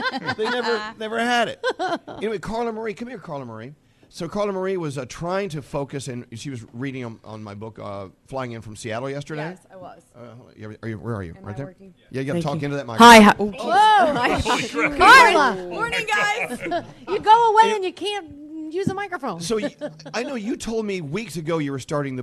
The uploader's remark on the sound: Live from Norwegian Encore